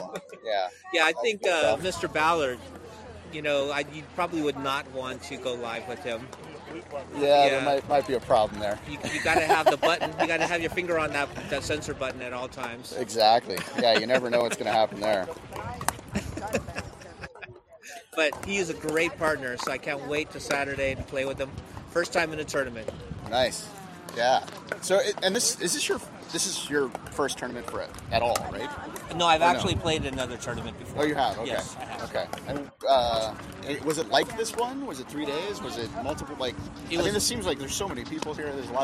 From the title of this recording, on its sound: Shamrock Open Live in Las Vegas